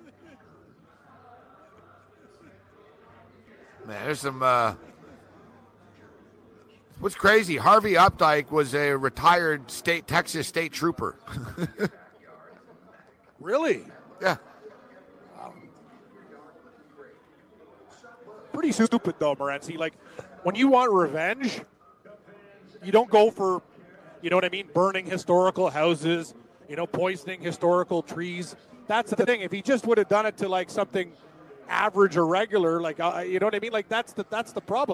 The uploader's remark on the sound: live from the sportsbook in NJ